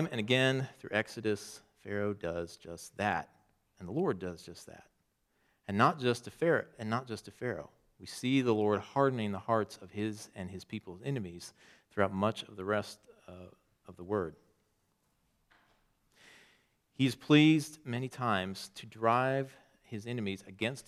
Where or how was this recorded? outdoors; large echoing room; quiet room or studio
large echoing room